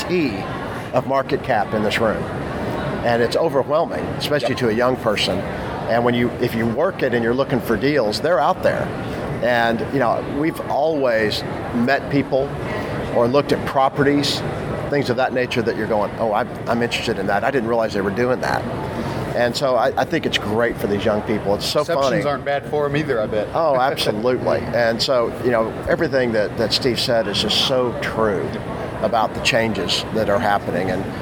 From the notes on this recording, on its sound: Live from the NAPE Summit 2019.